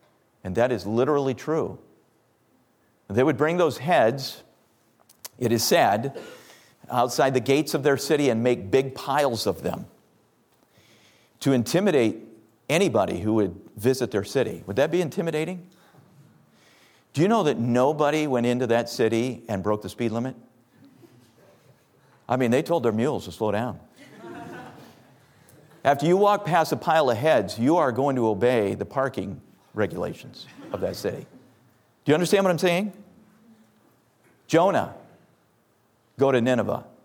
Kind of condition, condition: setting, large echoing room